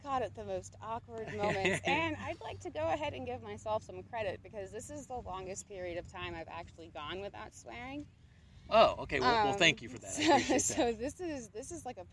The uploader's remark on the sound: Recorded in Dallas at Marvel’s Marvelous New Year